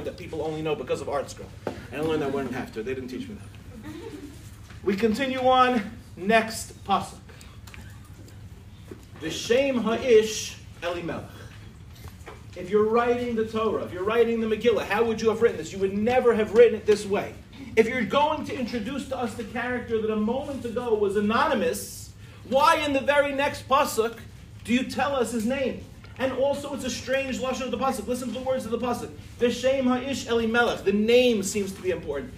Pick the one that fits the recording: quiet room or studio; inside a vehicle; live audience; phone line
live audience